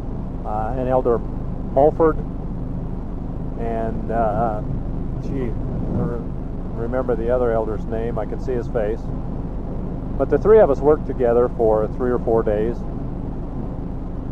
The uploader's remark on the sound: Driving Home from work